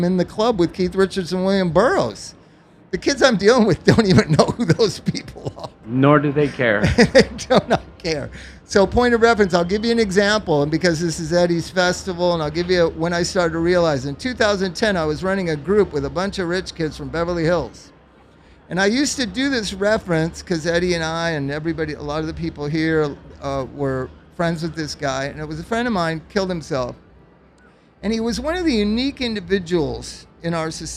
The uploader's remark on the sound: Live from OhanaFest.